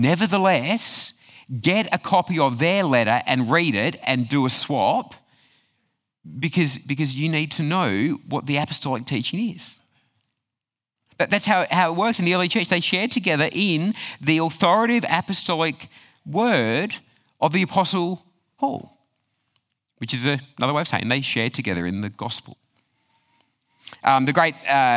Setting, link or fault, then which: setting, live audience